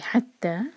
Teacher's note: دو syllable والا ورڈ، ہا پر زور دیں